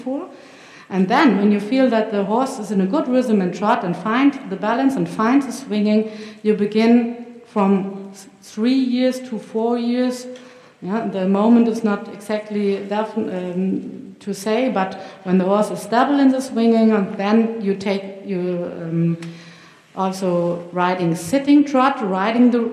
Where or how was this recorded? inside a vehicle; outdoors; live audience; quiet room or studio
live audience